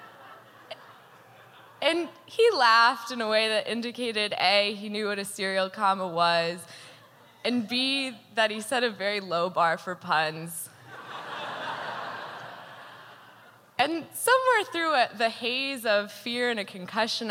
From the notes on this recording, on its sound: Told live on stage.